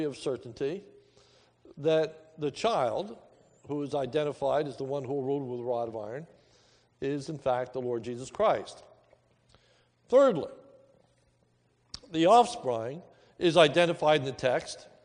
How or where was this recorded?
large echoing room